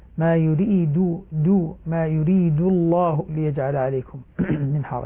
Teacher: الدال مرققة لفظ الجلالة مفخمة اللام